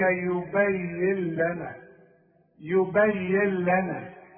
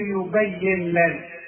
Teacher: بشبك الياء مع اللام وكأن النون غير موجودة · Shown in: first take · واسمعها يبين لنا وما تستعملش لسانك وتضرب لي النون وتقول يبين لنا لا.